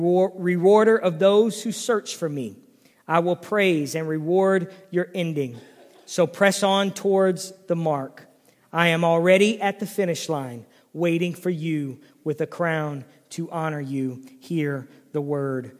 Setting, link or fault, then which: setting, large echoing room